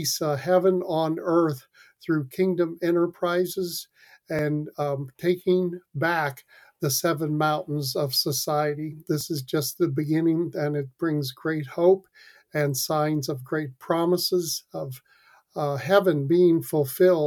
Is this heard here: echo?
no